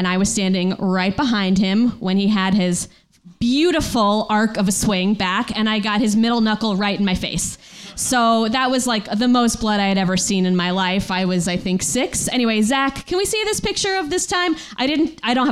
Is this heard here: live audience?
yes